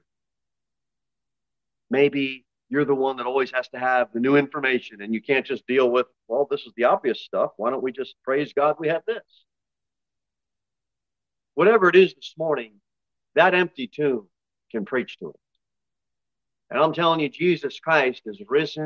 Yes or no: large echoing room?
yes